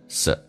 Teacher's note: 所以 so 双元音可以近似于发单元音